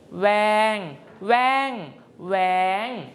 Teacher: เสียงแรกคือเสียงสามัญก็คือมือเสียงที่2คือเสียงโท · Term: อักษรต่ำเดียว